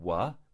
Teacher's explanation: when you have a wa, there is a rise on the second formant, whereas the y sound, the yod sound, uh, has a falling second formant.